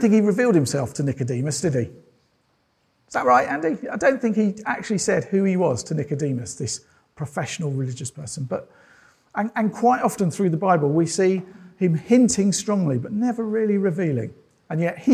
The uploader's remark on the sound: This sermon was preached at Welcome Baptist Church on Sunday 23rd October 2022.